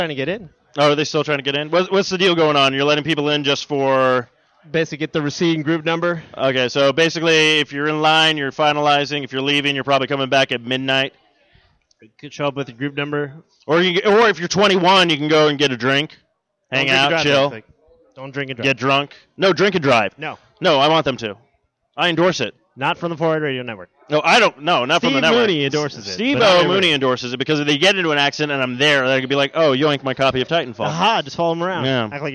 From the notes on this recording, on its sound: This episode is the LIVE remote show from the Midnight release party of Titanfall! The folks waiting for the new game outside the GameStop at Tempe.